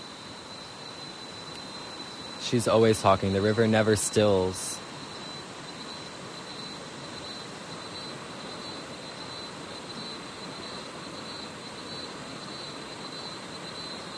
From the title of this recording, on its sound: live at a river bank, Guatemala